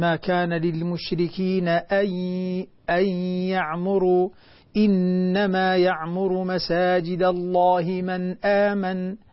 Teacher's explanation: الهمزة تخرج من أقصى الحلق، همزة حلقية من أقصى الحلق